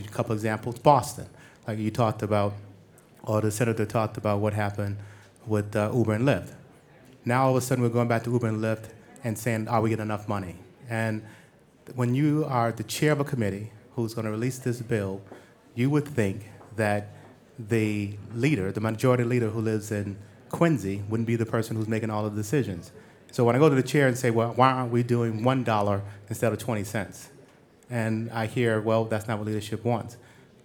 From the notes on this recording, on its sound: We're LIVE from WeWork at 1 Beacon!